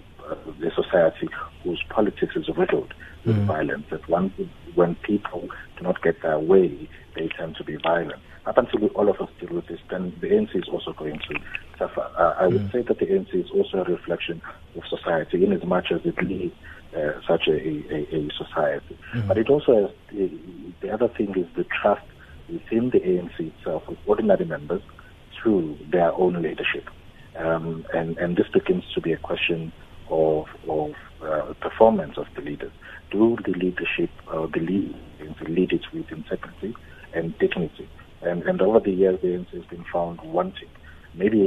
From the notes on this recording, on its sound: we are joined on the line